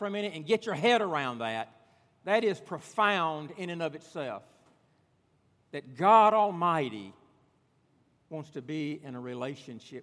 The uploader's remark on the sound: at Redeemer Presbyterian Church in Charleston, SC